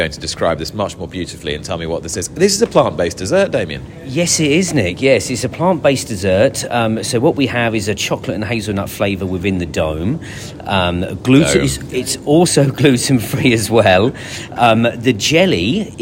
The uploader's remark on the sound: on the middle day of the Boodles July Festival at Newmarket